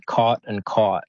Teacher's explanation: they sound different in Australian English, but in American English, they would say them, the vowel would be the same